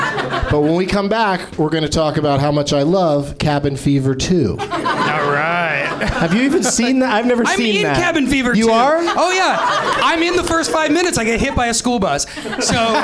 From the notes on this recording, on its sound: Live from the NerdMelt Showroom in LA